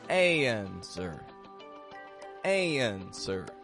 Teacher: The American accent makes this subtle transition that sounds like y, y, between the A and the N.